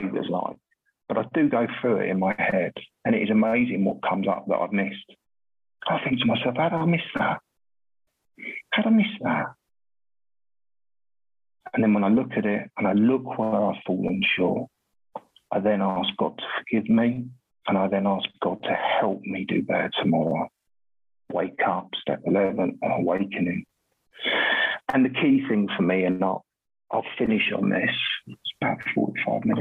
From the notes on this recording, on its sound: at the Magical Mystery Tour zoom meeting held in August of 2022